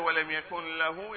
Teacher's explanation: بالإدغام إذا أدغم الإنسان يقول بدأ ولم يكن له، يقول ولم يكن له، فالنون تنحذف تندغم، يعني بمعنى آخر تدغم في اللام. أو تصح أيضا أن يقول ولم يكن له كما هو في القرآن من دون إدغام.